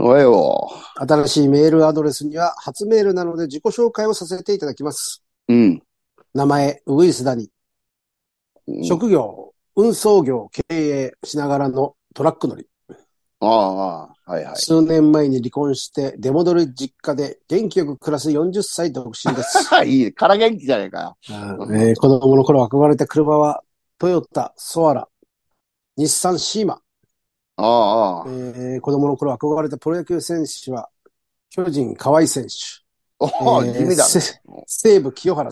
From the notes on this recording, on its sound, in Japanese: ZOOMで収録。